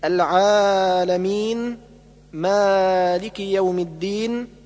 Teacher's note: يكره الزيادة في المد الطبيعي أكثر من حركتين مثل العالمين مالك يوم الدين والصواب العالمين مالك يوم الدين.